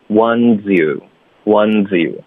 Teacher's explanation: What about the 后面 ones 跟 you，我们就连读